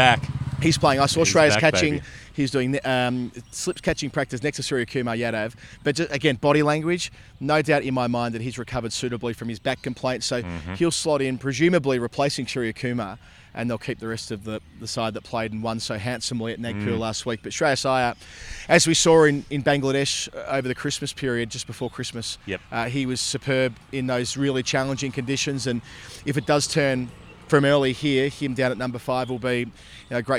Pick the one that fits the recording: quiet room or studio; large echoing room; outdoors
outdoors